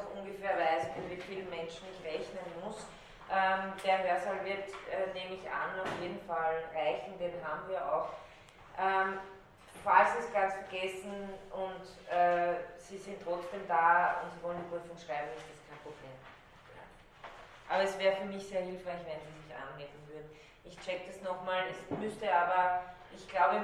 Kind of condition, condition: setting, large echoing room